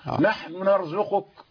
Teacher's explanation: يعني يختلس جزء من الضمة · Term: بالاختلاس